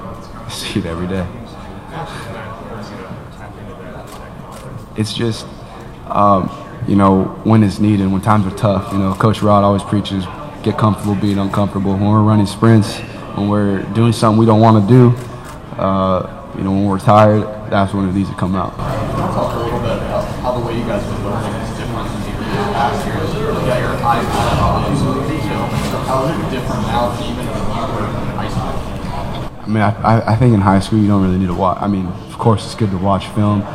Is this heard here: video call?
no